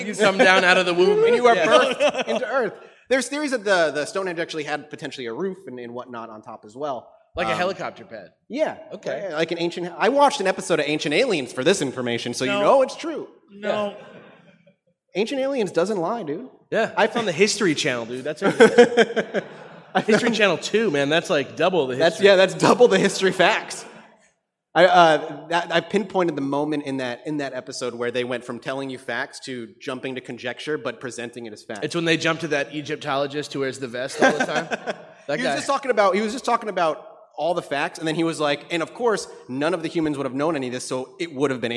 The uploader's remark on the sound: LIVE At CoxCon 2019